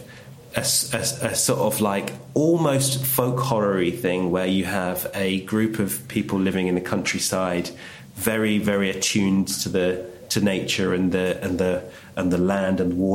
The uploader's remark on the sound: London Film Festival Live. We come live to you from the gallery at Oxo Tower.